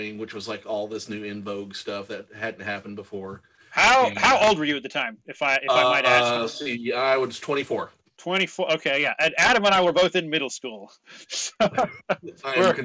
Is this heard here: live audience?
no